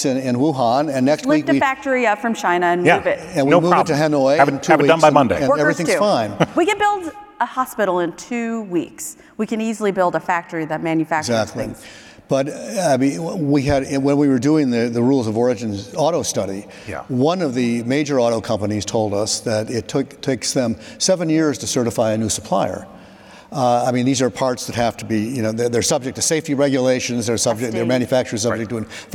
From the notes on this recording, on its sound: Trade Guys on the Road: RILA Supply Chain Conference Edition Part 2. Live from the Retail Industry Leaders Association Supply Chain Conference in Dallas, Texas.